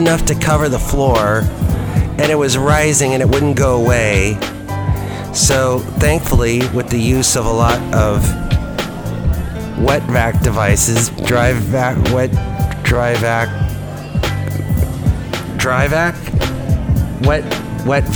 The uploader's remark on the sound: podcast live from Cafe Anyway